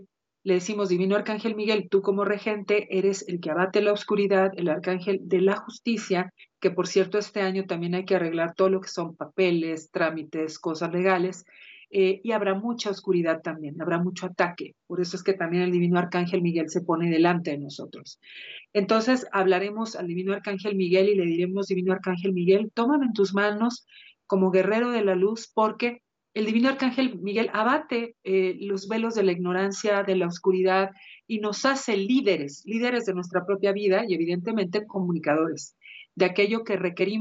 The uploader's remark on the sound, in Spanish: A través de Skype.